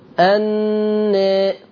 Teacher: خلي بالك من غنة النون قبل التقليل